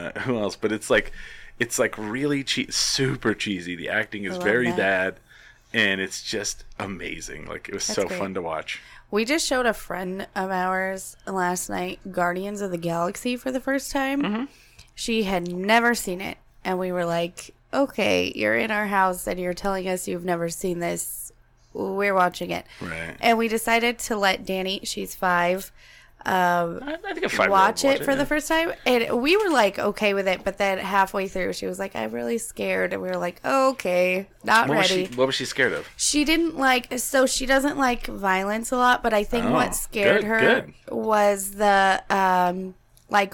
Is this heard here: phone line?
no